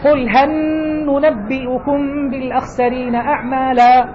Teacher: يعني يقرأ مثلا الكسائي قل هن ننبئكم بالأخسرين أعمالا، أدغم لام هل في النون · Term: الإدغام